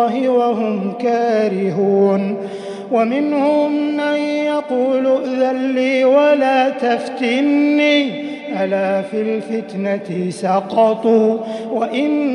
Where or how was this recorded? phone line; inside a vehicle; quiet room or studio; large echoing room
large echoing room